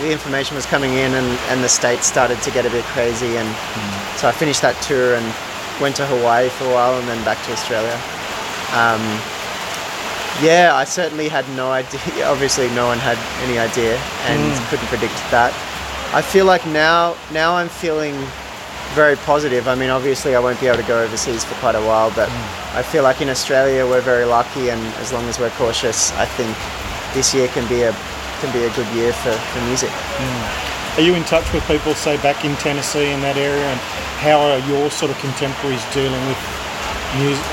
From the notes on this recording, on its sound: outside the Lucky Bat Cafe, Nightcliff, Darwin, Australia